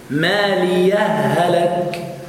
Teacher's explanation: الهاء الأخرى الثانية مشددة، هاء واحدة · Term: الإدغام